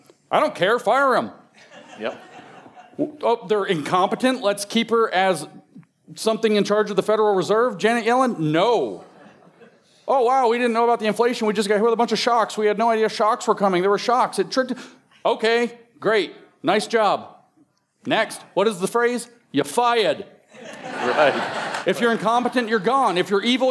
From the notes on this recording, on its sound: In this third and final panel of Sovereign Nations's The Theology of Marxism Conference. Live on stage.